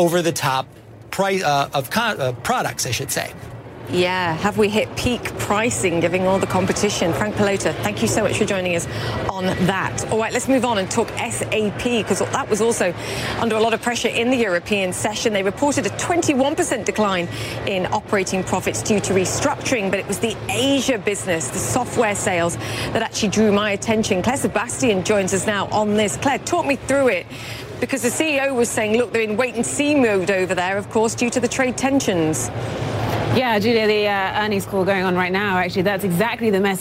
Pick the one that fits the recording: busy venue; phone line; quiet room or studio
busy venue